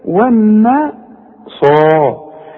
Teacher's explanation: الصاد بقى من اعلى درجات التفخيم لانها بعدها الف